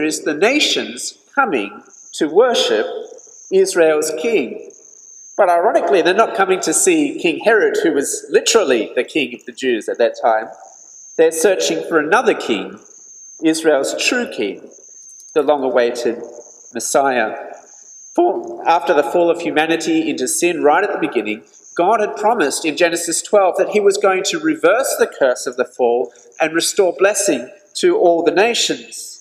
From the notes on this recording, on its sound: This sermon was preached at St George's Church, Penang on 3rd January 2021.